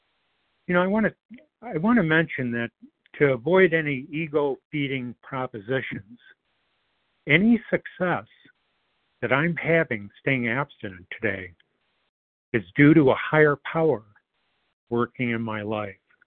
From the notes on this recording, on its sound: 100 Pounders Phone Meeting